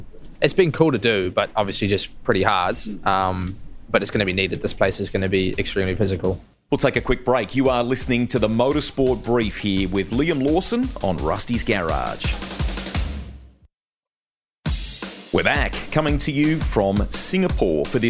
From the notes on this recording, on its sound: Live from the Singapore GP. Live from the heart of Singapore ahead of the Grand Prix.